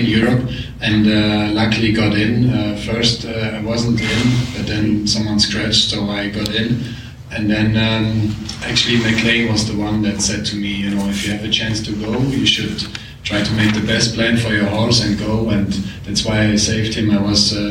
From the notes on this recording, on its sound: This special episode of the Practical Horseman Podcast, sponsored by Silver Honey, comes to you from the 2023 FEI Jumping World Cup™ Final. Hear from riders at the press conference after the conclusion of Final II.